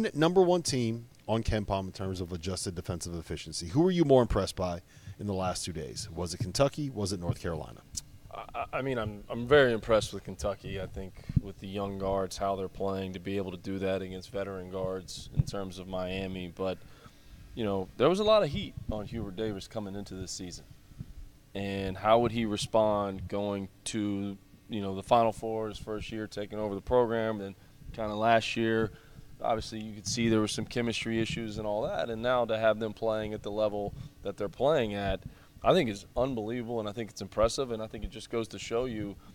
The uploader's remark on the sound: LIVE from Field of 68 Tip-Off at FAU! Live from Boca Raton at the first-ever Field of 68 Tip-Off.